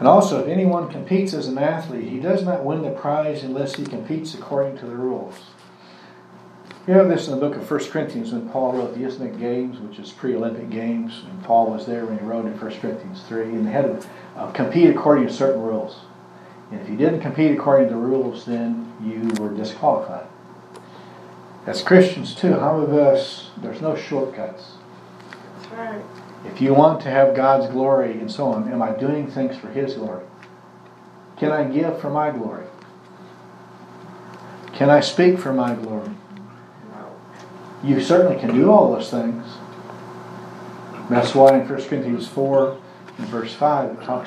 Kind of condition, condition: setting, large echoing room